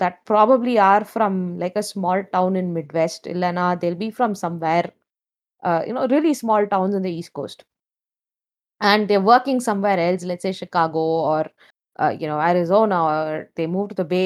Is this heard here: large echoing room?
no